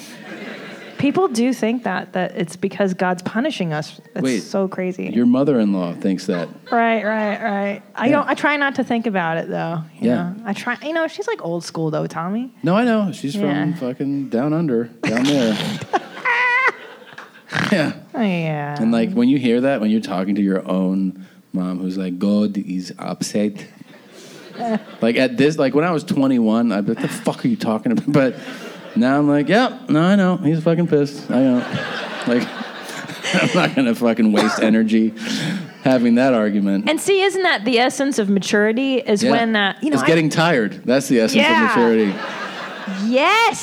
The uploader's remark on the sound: Live From Irvine. Here we have the last live show we did at the Irvine Improv.